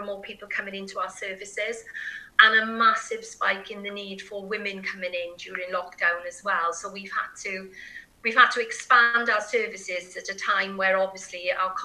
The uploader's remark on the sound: Recording interviews is a somewhat different process and experience these days. Recorded over the Zoom app.